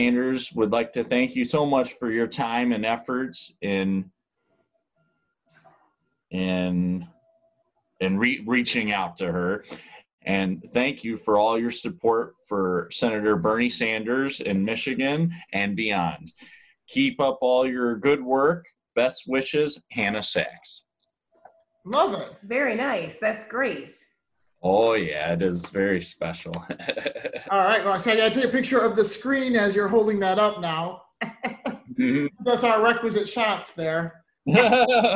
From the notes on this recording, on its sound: Thanks to Zoom we were able to connect.